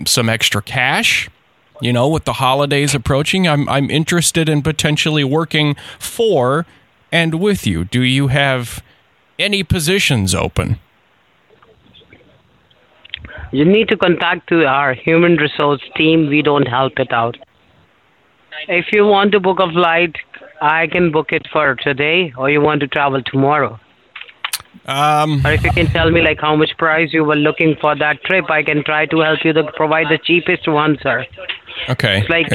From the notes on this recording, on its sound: one-on-one with working professionals via the telephone